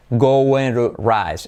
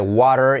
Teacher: la T como R suave